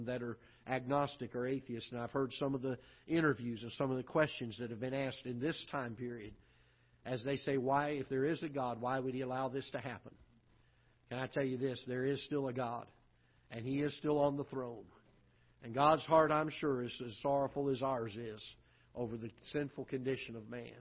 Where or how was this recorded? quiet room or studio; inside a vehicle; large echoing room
large echoing room